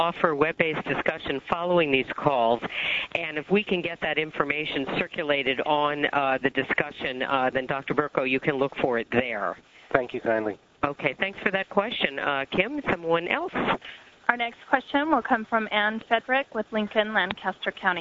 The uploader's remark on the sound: Author in the Room® Teleconference